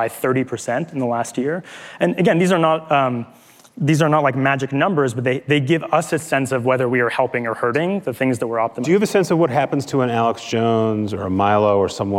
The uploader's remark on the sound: Live at Code 2019